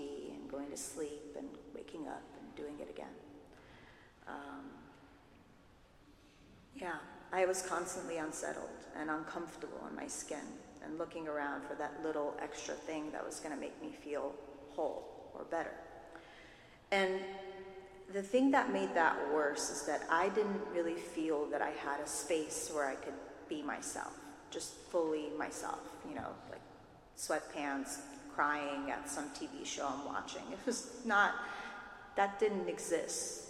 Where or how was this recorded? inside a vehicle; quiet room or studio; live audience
live audience